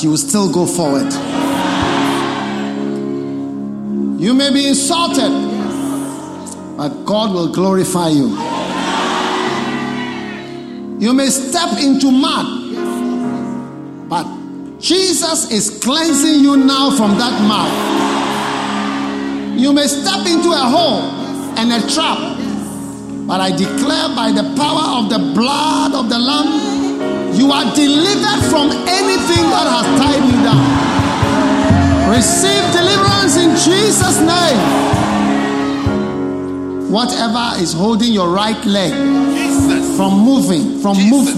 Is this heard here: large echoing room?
yes